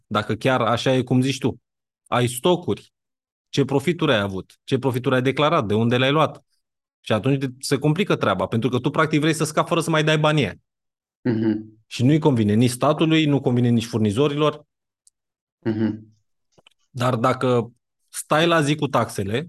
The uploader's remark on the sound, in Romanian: Conferinta Zoom Saptamanala EcomSchool